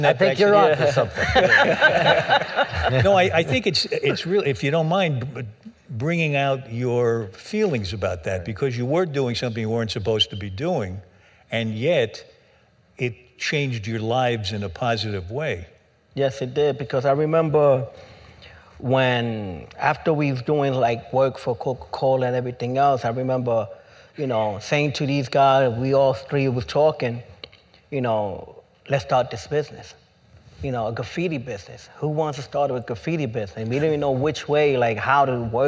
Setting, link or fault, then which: setting, live audience